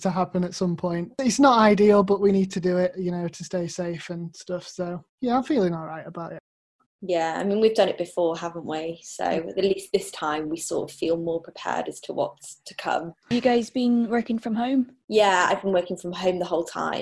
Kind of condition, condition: link, video call